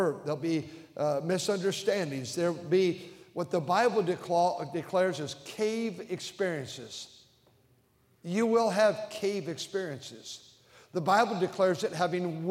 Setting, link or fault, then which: setting, large echoing room